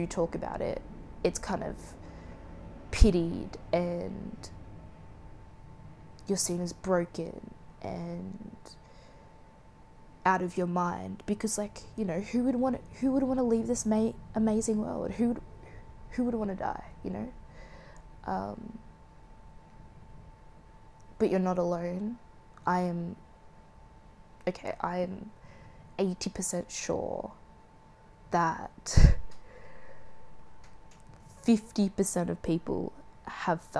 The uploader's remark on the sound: Sat in a dark room with the ambient noises of my heater.